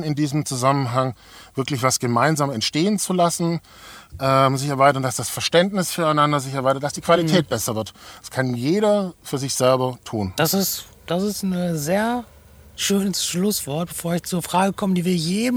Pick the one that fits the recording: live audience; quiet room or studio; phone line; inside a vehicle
inside a vehicle